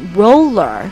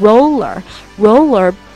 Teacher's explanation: roll 和 her 可以做连读，并且把 her 前面的那个 h 的那个辅音啊，把它省掉，变成 roller